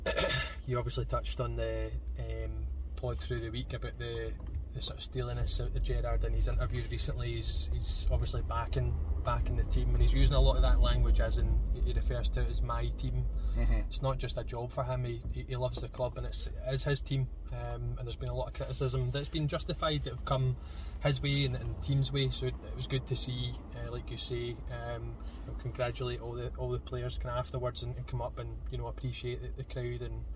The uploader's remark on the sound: From the car outside Ibrox.